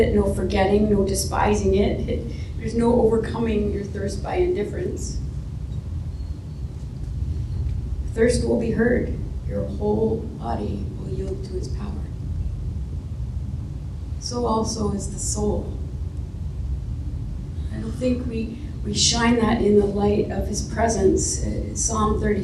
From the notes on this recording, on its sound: Our live service at the Xtreme Theatre.